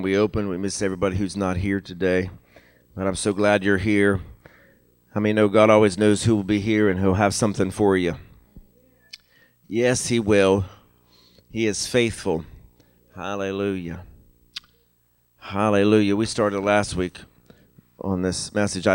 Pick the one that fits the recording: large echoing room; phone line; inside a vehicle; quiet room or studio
large echoing room